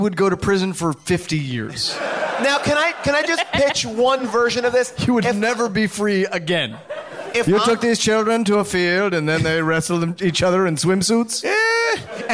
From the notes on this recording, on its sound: Recorded LIVE at Largo in Los Angeles